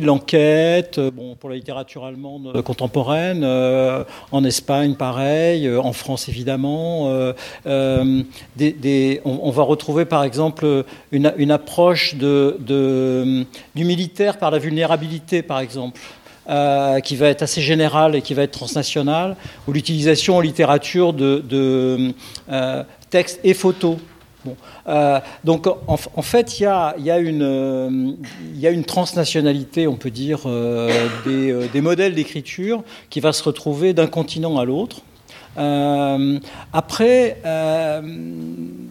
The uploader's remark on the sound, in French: Discussion enregistrée en public le 7 avril 2023 à Sciences-Po.